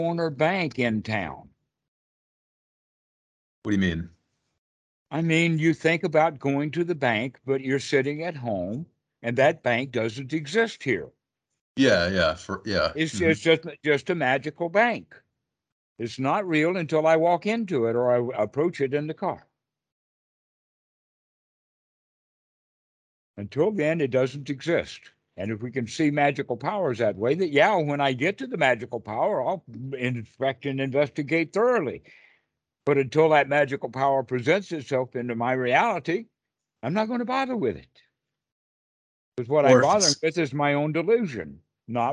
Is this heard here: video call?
yes